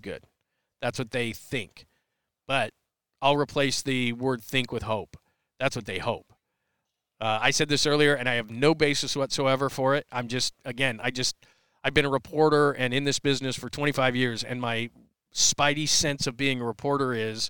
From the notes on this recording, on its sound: Unleashed Live chat from Super Bowl 57 In Phoenix! Live chat from Super Bowl 57 in Arizona!